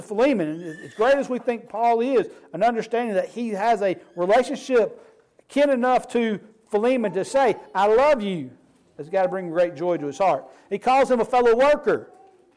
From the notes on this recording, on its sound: Sermon Preached on 7/23/23 at the Snowdown Church of Christ